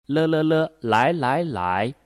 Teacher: 存好心，说好话，让我们一起做更好的自己。大家好，欢迎来到普通话百日训练。那今天呢，我们要训练卷舌音日，还有这个边音了。先跟我发一下日日，回忆一下它的口型和舌位，主要是舌位，舌头前面抬起来，舌尖向上向后日日。那它的嘴型呢？嘴唇要略带收缩有力。日日日本日头热天气好热。了了了，这个音呢比较放松。一嘴型上嘴角稍微咧开，气流从两边出来